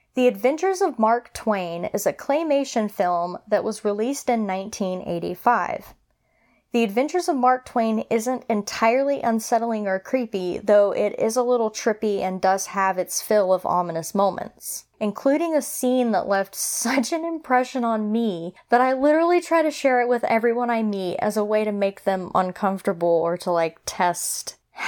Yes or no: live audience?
no